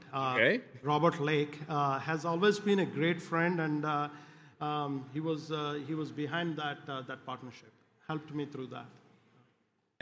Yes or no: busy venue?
yes